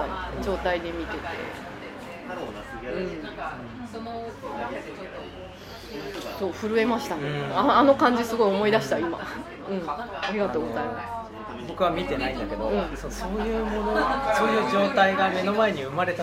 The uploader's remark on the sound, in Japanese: 東京都台東区・カヤバ珈琲での収録です。天気は晴れ。背景に人の声がありますが、それも味わいとしてお聴きいただければ。